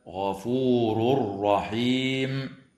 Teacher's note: ويدغم في الراء من غير غنة في قوله تعالى: غفور رحيم